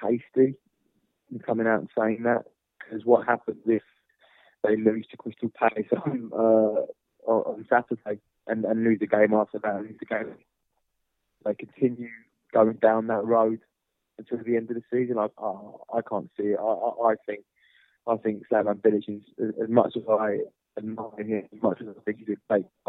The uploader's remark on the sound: joins on the line